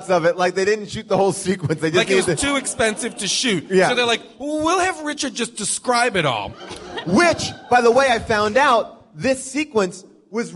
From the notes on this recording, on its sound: live from Largo at the Coronet in Los Angeles